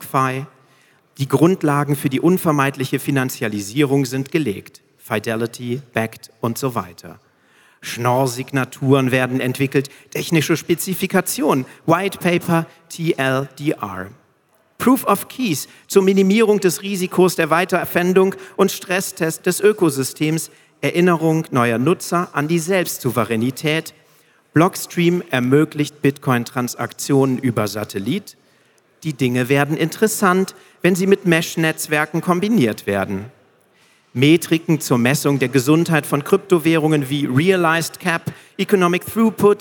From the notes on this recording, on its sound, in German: Live gelesen bei der Bitcoin Zitadelle 2022